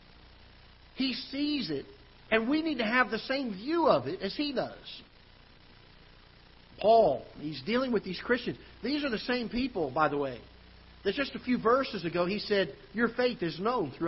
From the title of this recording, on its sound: Ketha Heights Baptist Church ~ Live Broadcast